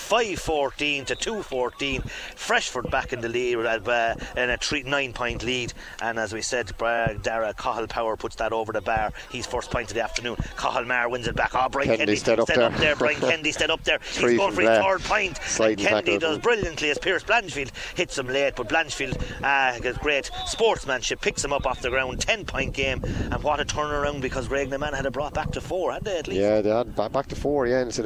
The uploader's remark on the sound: Live from Bennettsbridge with thanks to The Duiske Inn Bar and Restaurant, Graiguenamanagh.